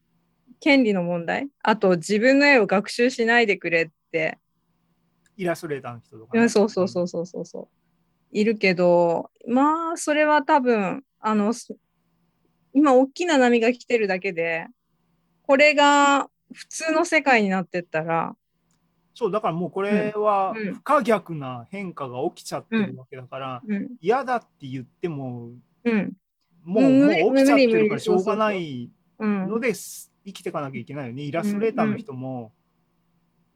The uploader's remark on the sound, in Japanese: ZOOMライブの模様です